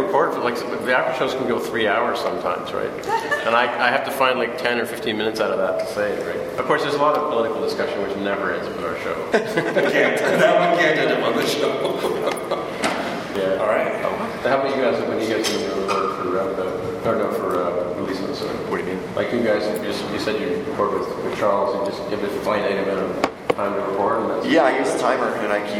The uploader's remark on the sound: NB: we had no control over the recording process. The audio is not great.